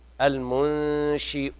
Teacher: بعد ما ينتهي من كسرة الشين نضم الهمزة · Term: تخليص الكسر